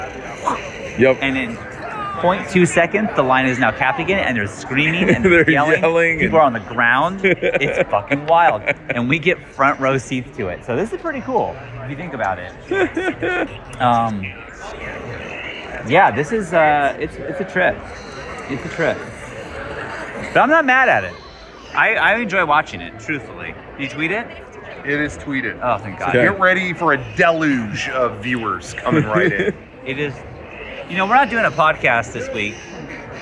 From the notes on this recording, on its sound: two days of San Diego Comic-Con, two different teams live streamed from the Mega64 booth.